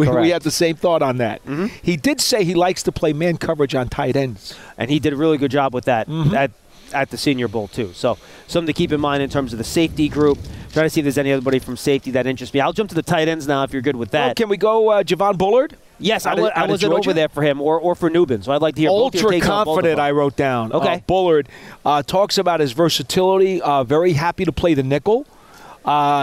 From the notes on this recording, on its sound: live from the NFL Combine